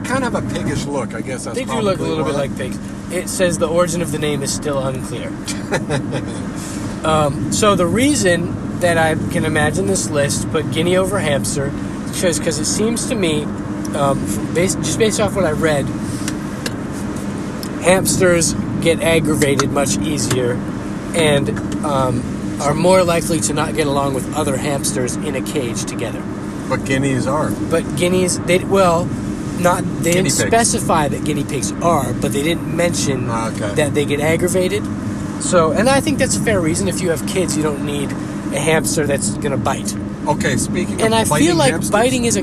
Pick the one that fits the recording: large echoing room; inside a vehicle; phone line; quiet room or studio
inside a vehicle